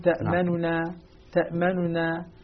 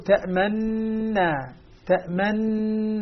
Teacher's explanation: أبو جعفر يقرأها بالإدغام المحضي دون روم ولا إشمام · Shown in: second take